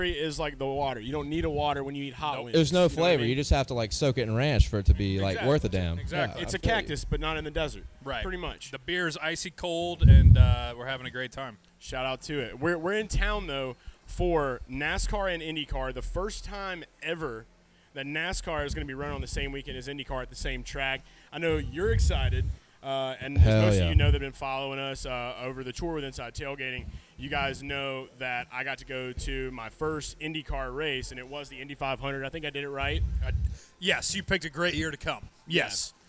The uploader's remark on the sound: LIVE from Hooters in Downtown Indianapolis